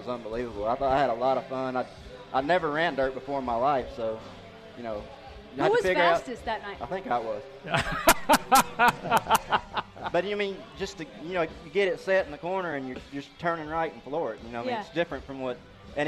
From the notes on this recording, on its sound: special edition of Winged Nation LIVE from the Nashville Fairgrounds!